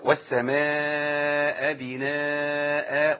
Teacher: ما شيلش الهمزه من السماء واحطها في بناء